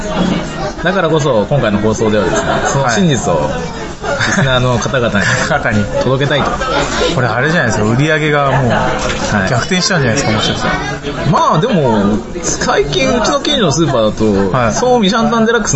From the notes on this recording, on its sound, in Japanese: 今回は中華料理店で収録したので雑音がすさまじいです。